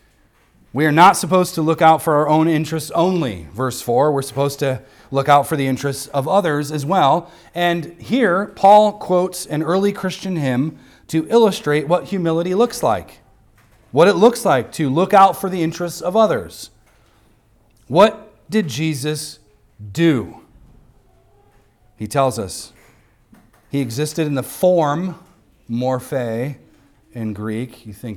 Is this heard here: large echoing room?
yes